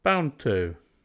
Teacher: We delete D in the blend to leave a friendly connection.